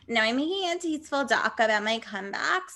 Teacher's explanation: I'm just going to have vocal fry